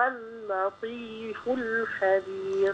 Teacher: الخاء هنا مفخمة في أعلى درجاتها